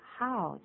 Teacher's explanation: How's the chicken?记住 how's,千万不是 how,这个念 how,就是第一个字啊，这个 how,我们很多的老中文在念的时候念成 how,那念 how 的时候更好，这个很好，又变成注音符号的等化了，它变成 ow 的音，对不对？对，那个也还好，可是我觉得更严重的是那个喝的音，如果是用北京腔来念的话是 how,它有个擦音在那边，那就不对了。英文的 H 就是普通的呼吸，轻轻的，不是喝的音